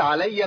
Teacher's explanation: تركت الهاء كلها ما جبش الهاء كلها قلت علي